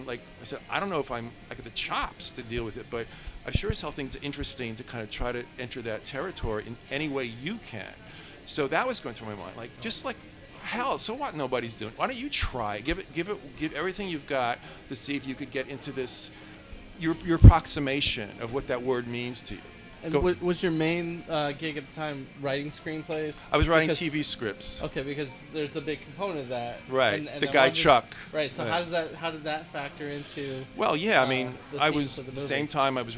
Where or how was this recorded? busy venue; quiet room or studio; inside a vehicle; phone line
busy venue